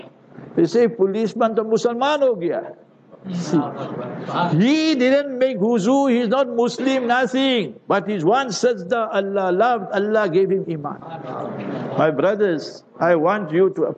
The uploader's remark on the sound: Jumah Lecture at Glenearn Road Soofie Masjid